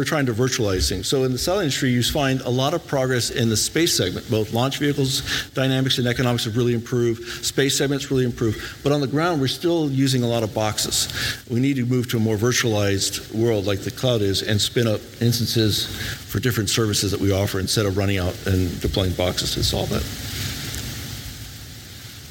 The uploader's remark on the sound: This weeks podcast is a live recording from the Canadian Space Summit.